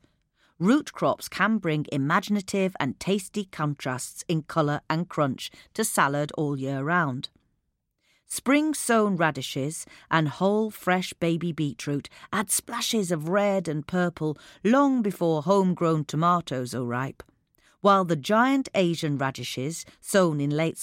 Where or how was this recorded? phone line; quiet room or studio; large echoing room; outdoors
quiet room or studio